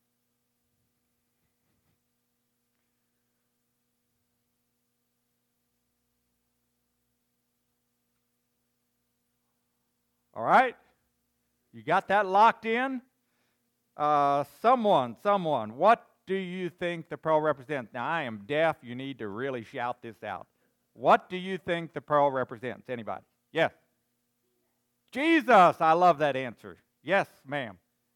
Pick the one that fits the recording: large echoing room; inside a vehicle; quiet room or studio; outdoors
large echoing room